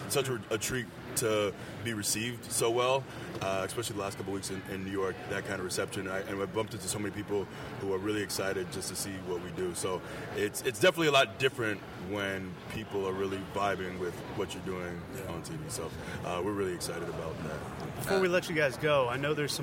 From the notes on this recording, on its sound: Live from WrestleMania Radio Row. LIVE from Radio Row at WrestleMania 32!